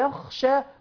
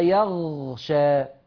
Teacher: الخاء مهموسة ويقابل الخاء في همسها الغين المجهورة